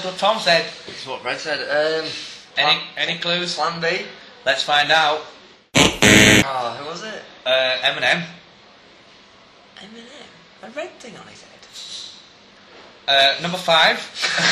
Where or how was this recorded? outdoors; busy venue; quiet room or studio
busy venue